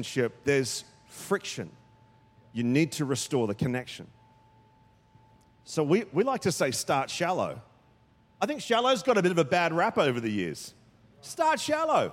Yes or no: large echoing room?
yes